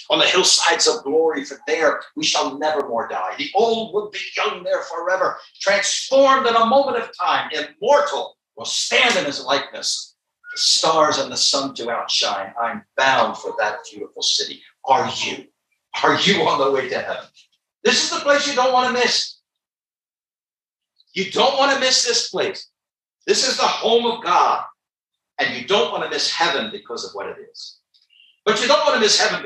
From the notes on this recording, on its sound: Gospel tent meeting. Quality of this recording is poor.